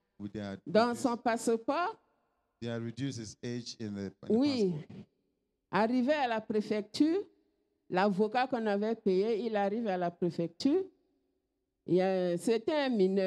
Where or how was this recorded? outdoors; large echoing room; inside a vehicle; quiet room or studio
large echoing room